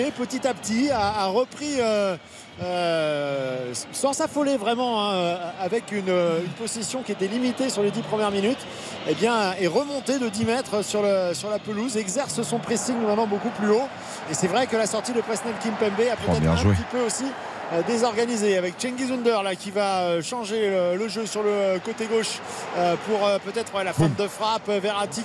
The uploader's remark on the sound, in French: en direct du stade Vélodrome